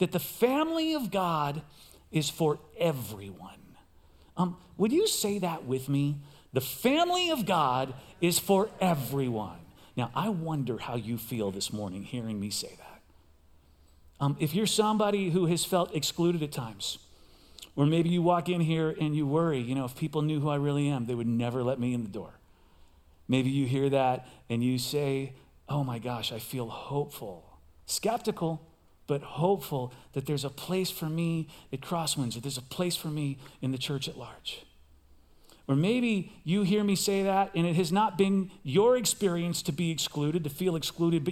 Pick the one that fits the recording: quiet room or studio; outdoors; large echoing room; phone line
large echoing room